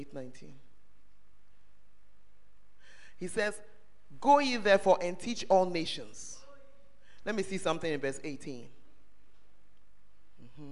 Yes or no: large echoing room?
yes